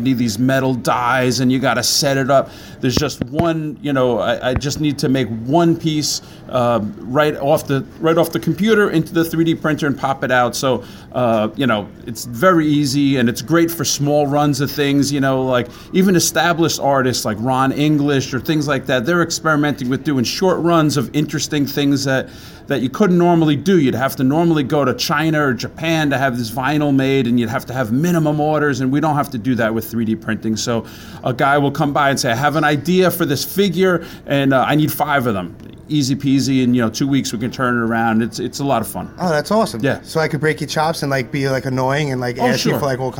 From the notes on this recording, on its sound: Recorded Live on March 3rd 2018 from the New Jersey Horror Convention at the Renaissance Woodbridge Hotel in Woodbridge, New Jersey.